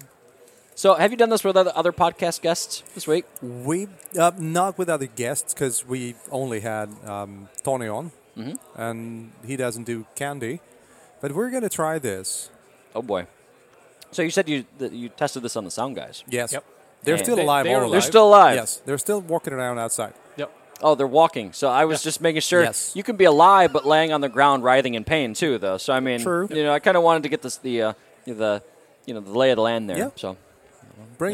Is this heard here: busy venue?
yes